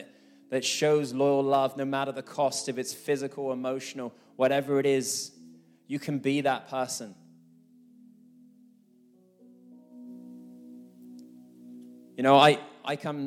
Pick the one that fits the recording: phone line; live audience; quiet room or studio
live audience